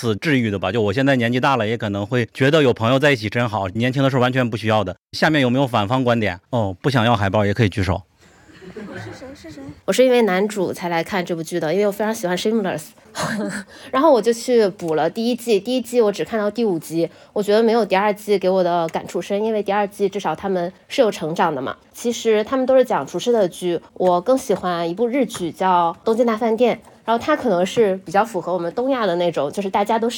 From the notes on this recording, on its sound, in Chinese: 我们第二次的线下录制活动。我们80多人 在上海一起刷了《熊家餐馆》2 ，一起碰杯、倒数、跨年，还有after party。